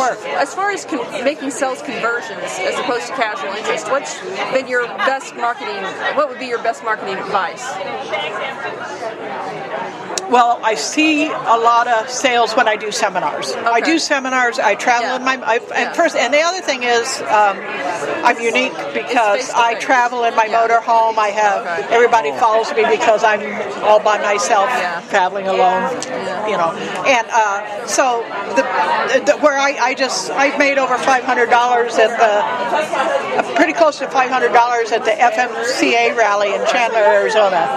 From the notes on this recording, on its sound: Chatting with some Indie Authors at the 2017 Tucson Festival of Books.